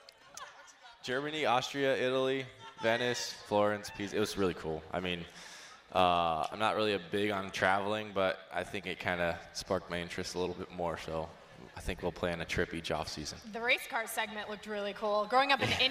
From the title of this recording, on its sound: Live at the 2018 Cubs Convention